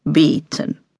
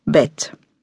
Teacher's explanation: Et Deutsche kennt für normal nur ein lang geschlossen E wie in dem Wort beten. Oder ein kurz und offen E wie in dem Wort Bett.